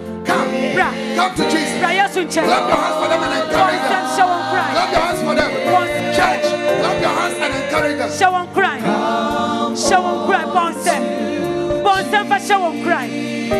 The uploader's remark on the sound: Preached at The Life Cathedral